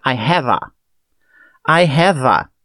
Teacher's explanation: Juntou com o A, que é a próxima palavra, e é um som de vogal, fica I have a.